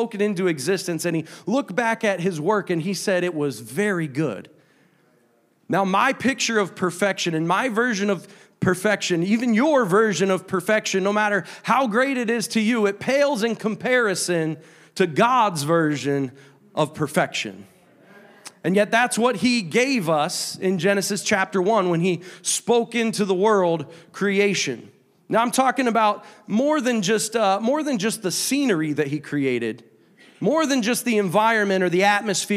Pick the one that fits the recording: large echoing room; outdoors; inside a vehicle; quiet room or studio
large echoing room